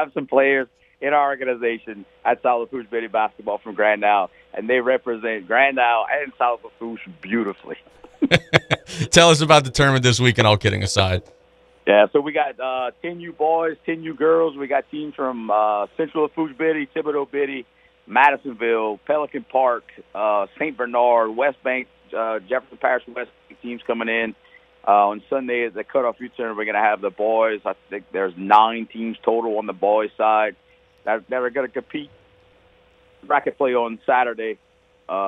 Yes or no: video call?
no